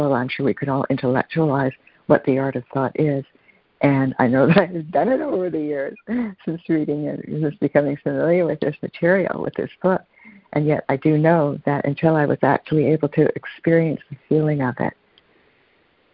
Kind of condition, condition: link, phone line